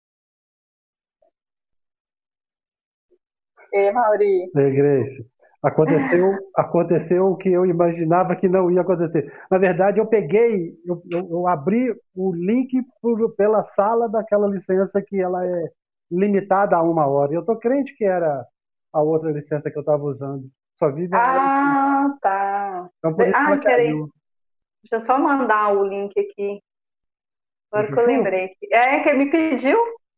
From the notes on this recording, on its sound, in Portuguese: Gravação com problemas técnicos. A gravação sofreu intercorrências, entretanto, por ser possível captar a mensagem transmitida pela palestrante optamos por disponibilizar com as falhas.